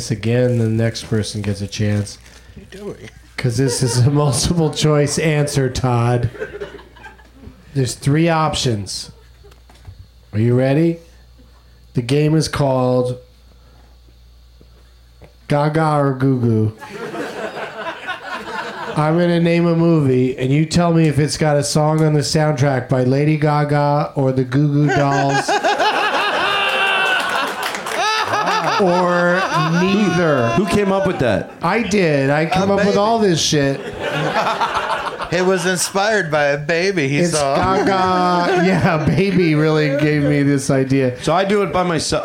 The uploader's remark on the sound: Live from the UCB Franklin Theatre